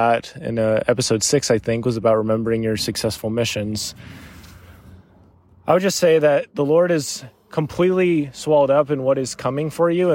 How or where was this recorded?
outdoors